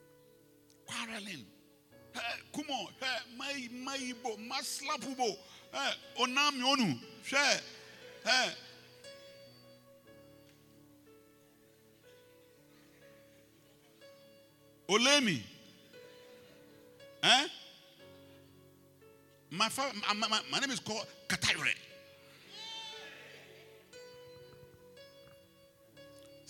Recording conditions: large echoing room